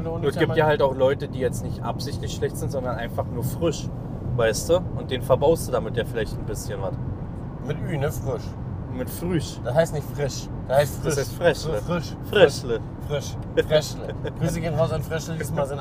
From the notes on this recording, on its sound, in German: auf dem Heimweg haben sie den Podcast zusammen im Auto aufgenommen